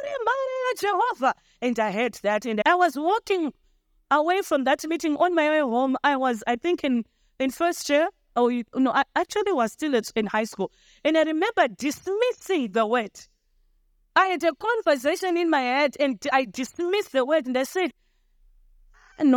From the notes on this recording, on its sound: Oasis Family Church - Doing Life Together. The Sunday Service Sermon was recorded on the 16th of July 2023.